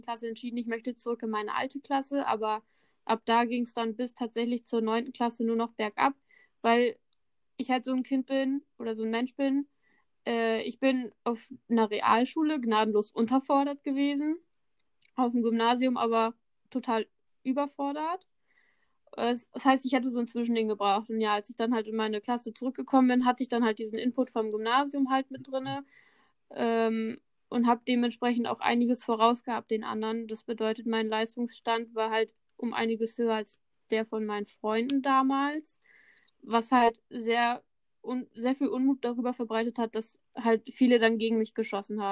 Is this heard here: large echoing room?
no